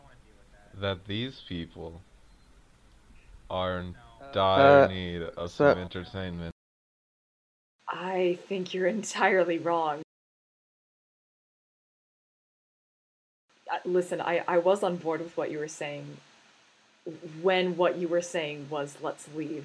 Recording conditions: poor sound quality